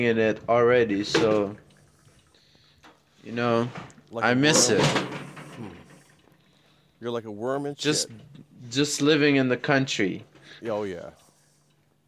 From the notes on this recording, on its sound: Today we go on a super cold walk